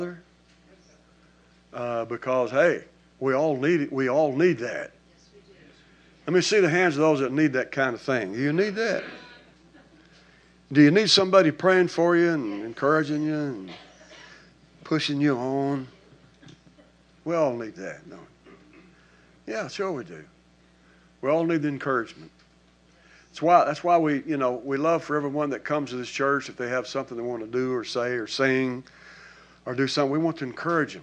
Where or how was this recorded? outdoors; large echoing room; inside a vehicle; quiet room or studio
large echoing room